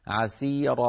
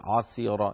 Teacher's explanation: عسيرا عليك أن ترقق العين، وكان يوما على الكافرين عسيرا، ولا تقول عسيرا، يعني ما تفخم العين لأن العين حرف لا يفخم · Shown in: first take